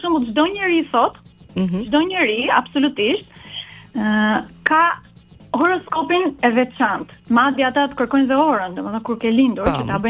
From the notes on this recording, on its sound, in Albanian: E ftuar nëpërmjet një lidhje telefonike për “Live From Tirana”. Nga Norvegjia.